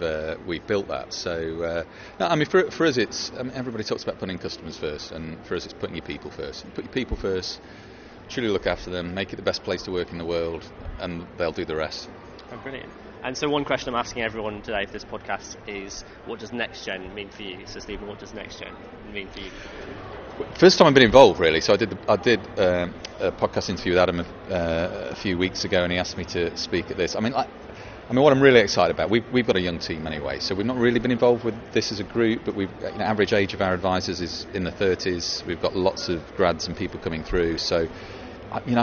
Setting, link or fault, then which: setting, busy venue